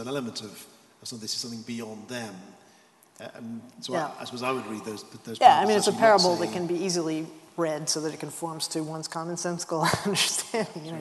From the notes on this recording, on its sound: This GodPod was recorded as part of a lecture. At St Mellitus College.